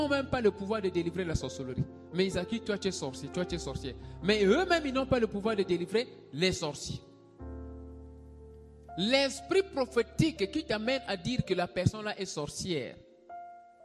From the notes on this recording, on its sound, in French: SERVICE EN DIRECT DU DIMANCHE